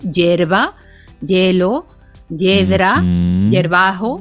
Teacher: ese sonido IE a veces se pronuncia como Y y decimos hierba, hielo, yedra, yerbajo, ¿verdad?